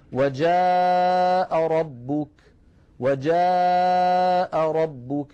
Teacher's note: وجاء ربك بقدر قا مرتين، قا هذه حركتين بمقدارها مرتين · Term: المد المتصل